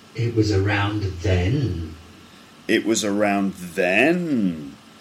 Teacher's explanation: So it goes straight and then it goes down a little bit and then up and then down. · Term: Rise fall